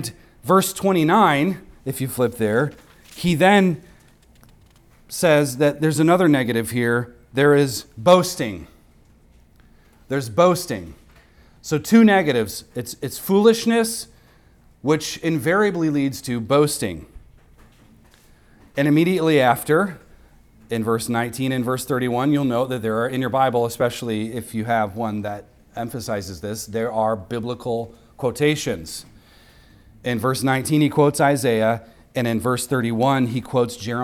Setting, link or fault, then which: setting, large echoing room